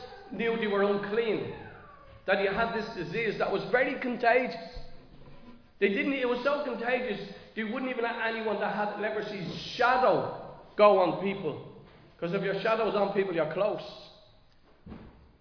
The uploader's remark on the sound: Recorded live in Liberty Church.